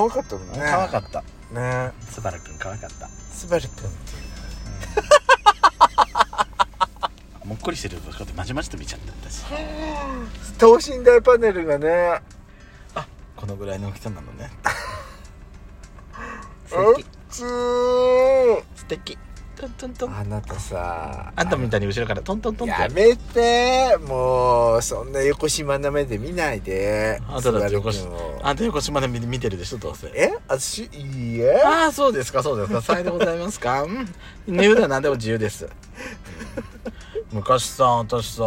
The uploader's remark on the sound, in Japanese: パーキング収録